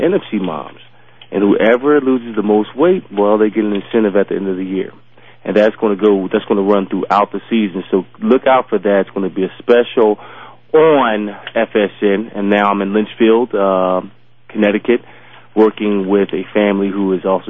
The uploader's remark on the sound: They will be taking listener phone calls.